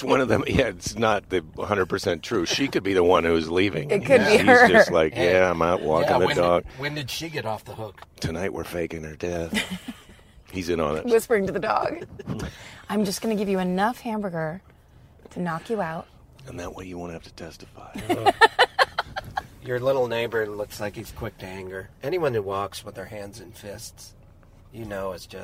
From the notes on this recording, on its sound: At LAX and podcast in the car as we bring him to his home.